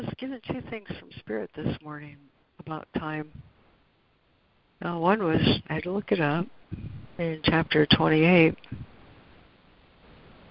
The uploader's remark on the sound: ACIM Daily Conference Call.